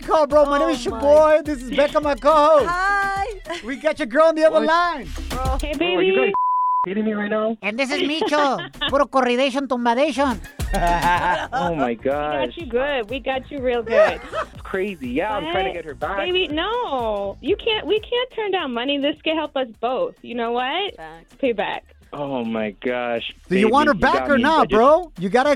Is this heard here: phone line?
yes